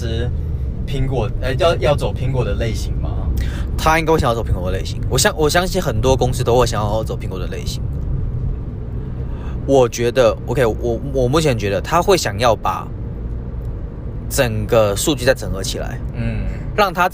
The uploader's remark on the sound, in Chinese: 我們把整個錄音室搬到了車上，在行車的路上